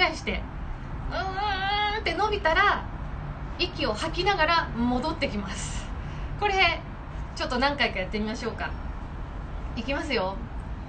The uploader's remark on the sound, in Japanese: インスタライブの音声です